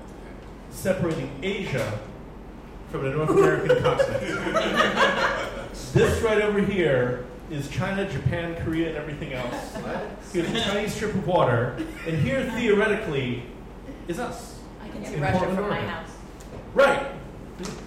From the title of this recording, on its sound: Live at Floyd’s